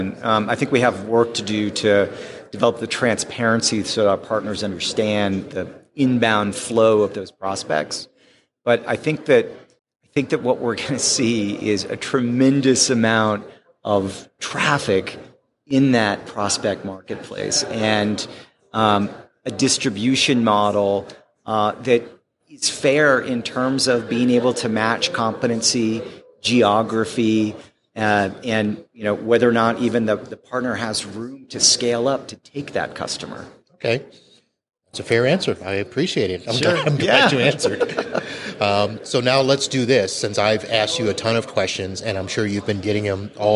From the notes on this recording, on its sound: During the PAX8 Beyond 2023 conference.